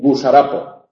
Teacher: El dígrafo GU representa el fonema oclusivo lingüovelar sonoro ante la vocal U, como por ejemplo en gusarapo, pero en gusarapo no tenemos GU más U, tenemos solamente GU.